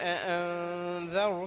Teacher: فالراء الأولى في أأنذرتهم يعني راء سكنت بعد فتح فاستحقت التفخيم